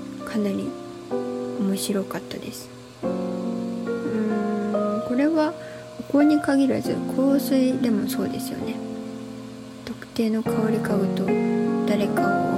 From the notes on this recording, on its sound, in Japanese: マイク買ってみたんですが、まだ調整上手く出来てなくて雑音うるさいです